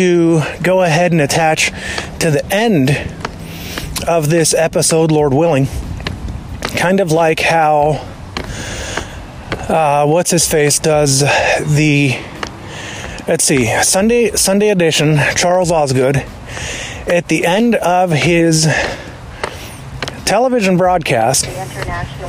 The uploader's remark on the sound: I then airdropped the file from my ipad to my iphone and am now uploading it via my phone. We went from my apple watch to my apple ipad to my apple iphone. I don't know how different it will sound when it is all said and done compared to the Garageband productions. We'll continue using Hokusai until we hear otherwise.